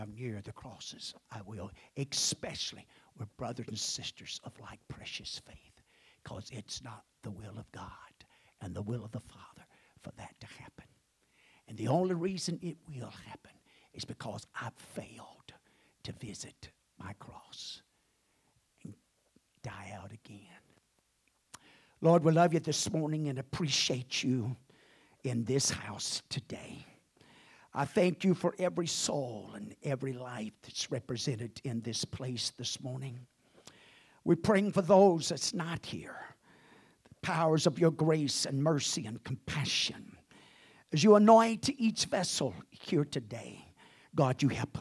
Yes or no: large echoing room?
yes